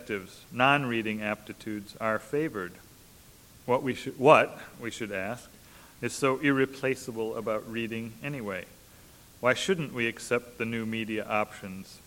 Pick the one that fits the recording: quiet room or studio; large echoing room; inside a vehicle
large echoing room